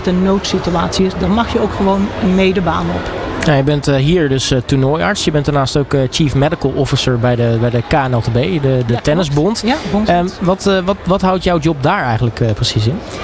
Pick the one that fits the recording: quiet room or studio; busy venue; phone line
busy venue